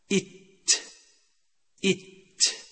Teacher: تخرج التاء من طرف اللسان مع أصلي الثنيتين العليين مصعدا إلى الحنك الأعلى، أي بالضغط على الحنك الأعلى، إت إت.